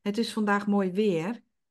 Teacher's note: heb ik nu 'mooi weer', beklemtoon ik 'weer'. Maar ik kan ook zeggen 'het is vandaag mooi weer'. · Term: intonatie